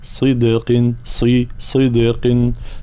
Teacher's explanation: كلمة صدق لابد من مزيد تفخيم الصاد